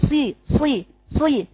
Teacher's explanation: الاول تعملي الاطباق وبعدين تعملي الكسر عشان تجيبي الصاد المكسوره